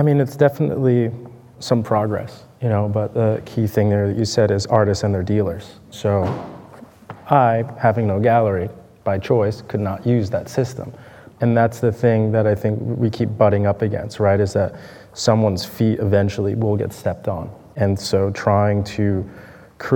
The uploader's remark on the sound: we gathered together an expert panel at Cromwell Place in London during Frieze